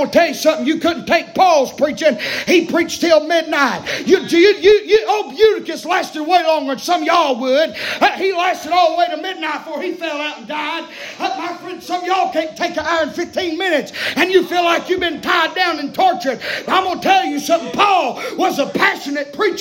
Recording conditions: large echoing room